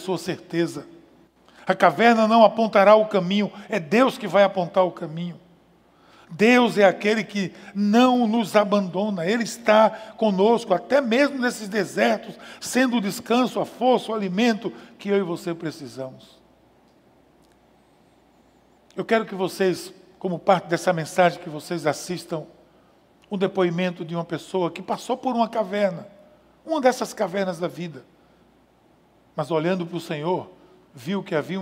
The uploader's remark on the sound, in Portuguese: Podcast gravado na PAES Piedade no dia 22/06/2020.